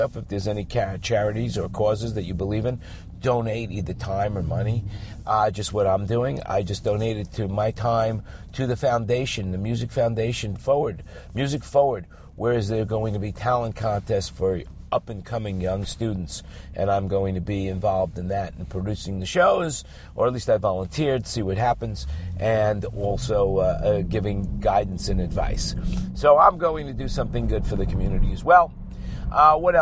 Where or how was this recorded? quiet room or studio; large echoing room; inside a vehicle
inside a vehicle